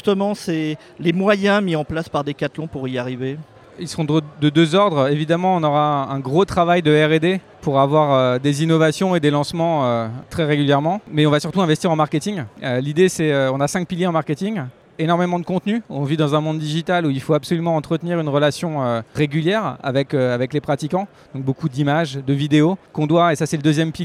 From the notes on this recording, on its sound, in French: Enregistrement : vendredi 31 mars 2023 au salon Run Expérience, à Paris